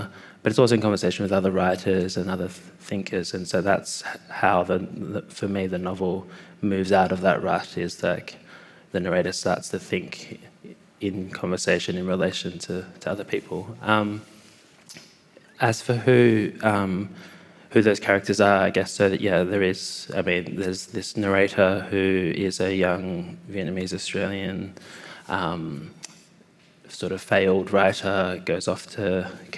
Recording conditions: live audience